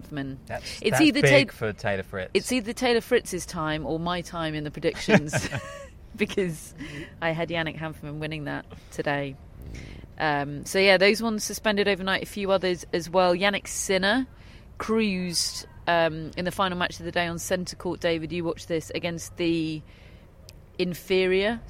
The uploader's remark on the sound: Live from Wimbledon Day 1